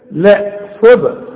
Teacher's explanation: طلع لي الصاد دي صاد مكسورة، مش تقولها لي بين الصاد والسين